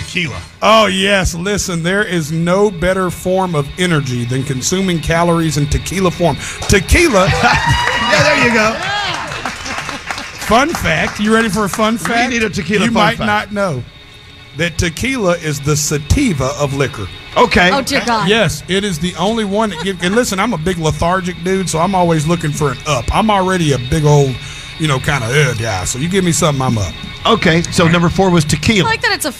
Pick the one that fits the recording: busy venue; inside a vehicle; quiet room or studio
busy venue